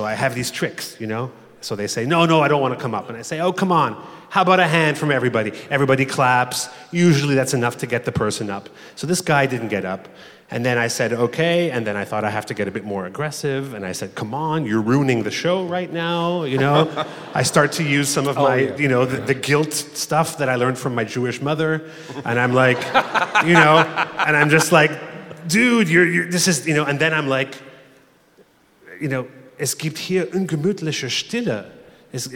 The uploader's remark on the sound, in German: Live aus Bochum